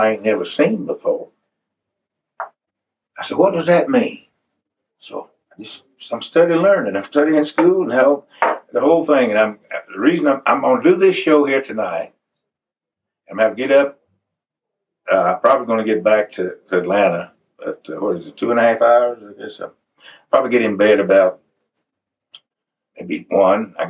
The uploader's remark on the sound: This interview was recorded just minutes before he would take the stage at Anderson Music Hall in Hiawassee, Georgia. You can hear a nearby bluegrass band rehearsing. Efforts to improve the sound quality were made.